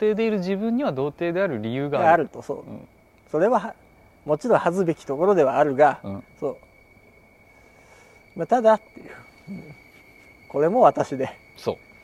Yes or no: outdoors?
yes